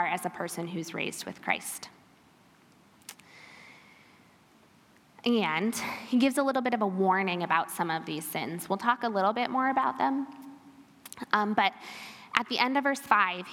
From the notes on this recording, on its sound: This episode is a recording from our Women's Retreat in February 2023.